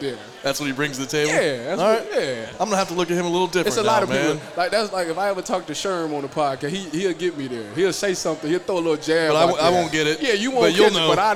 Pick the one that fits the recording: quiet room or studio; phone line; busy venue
busy venue